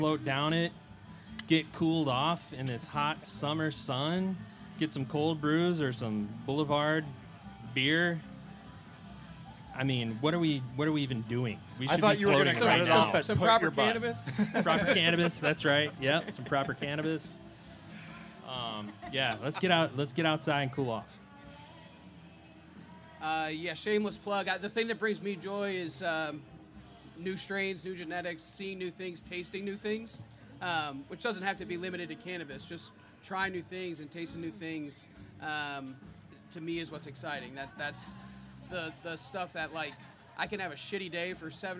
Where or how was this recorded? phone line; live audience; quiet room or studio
live audience